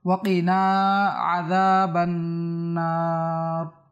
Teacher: এখানের মধ্যে যে ওয়াকিনা গোফ রয়েছে, অনেকে আমরা ওয়াকিনা কাফ পরে কাফ বলে দেন, অর্থ পরিবর্তন হয়ে যাবে। ওয়াকিনা অনেকে টান দিয়ে দেয়, ওয়াকি টান হবে না, নুন টান হবে।